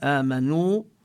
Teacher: وآمنوا يعني بعد الواو من آمنوا يكتبون ألفا وهذه الألف يضعون فوقها دائرة صغيرة لبيان أن هذه الألف ليس لها أثر في النطق. آمنوا، يعني الواو التي قبلها النون المضمومة آمنوا، من مد صوتنا قليلا بالواو مدا طبيعيا، والألف التي كتبت لا يظهر لها أثر في النطق